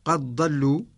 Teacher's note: ولا يخفى أن إضغام الدال في الضاد لورش أيضا